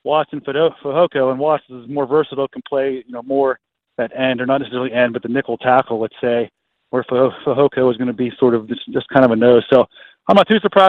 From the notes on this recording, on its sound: Called in while I was on 105.9 the X.